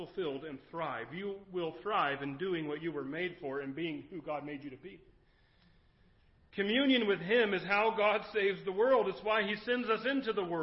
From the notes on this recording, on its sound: Recorded at Kamiah Valley View Church of the Nazarene